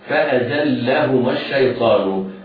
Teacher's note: الفاء حرف مرقق، الهمزة مفتوح، همزة قطع مفتوحة مرققة، الزاي حرف صفير مرقق، اللام مشددة. فأذلهما بعدها هاء مضمومة بعدها ميم.